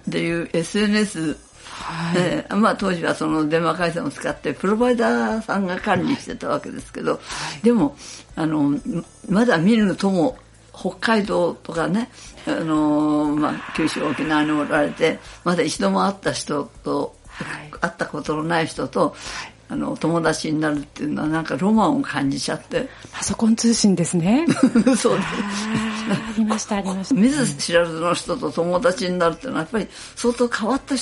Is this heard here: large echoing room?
no